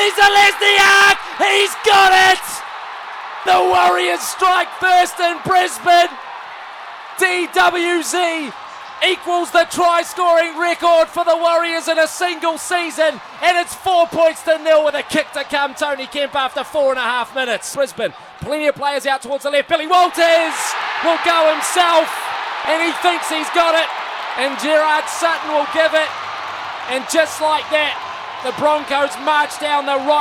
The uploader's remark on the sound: Live from Suncorp Stadium in Brisbane on SENZ!